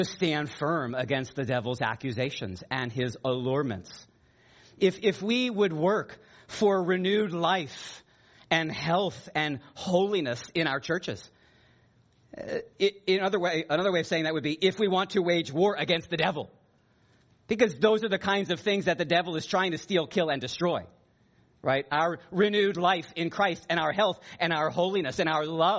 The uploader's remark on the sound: preached this sermon at Joy Community Fellowship in Pitman, NJ